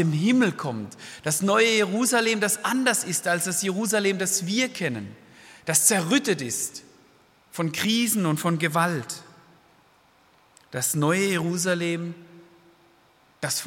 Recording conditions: large echoing room